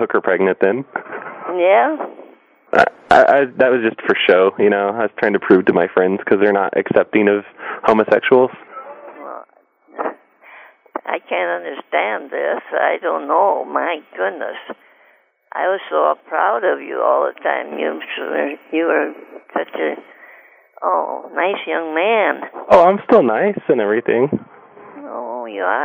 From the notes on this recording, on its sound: Prank Phone Calls